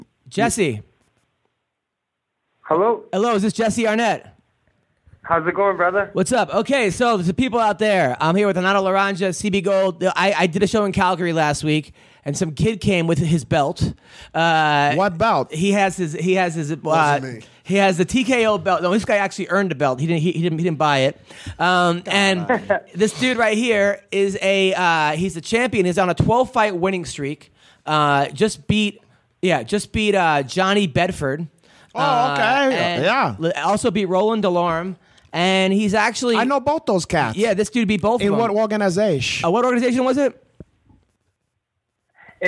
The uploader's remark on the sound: call